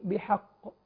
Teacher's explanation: الحاء مرققة والقاف مفخمة وموقوف عليها بالقلقلة. ولكن الحاء يعني في البعض يطغى على الحاء فيفخمه بحق.